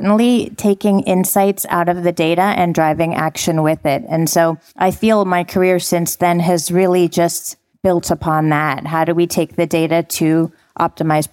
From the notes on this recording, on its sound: Live from Dreamforce. We’re bringing you straight to a live interview at Dreamforce.